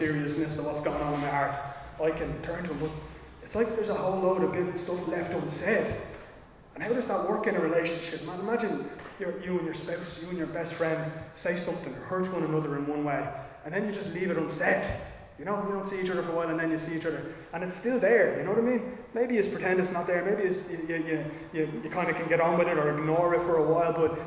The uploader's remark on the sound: Recorded live in Liberty Church.